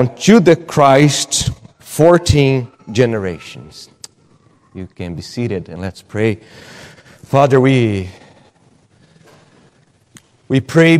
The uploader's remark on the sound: at Gracious Cross Reformed Church Salem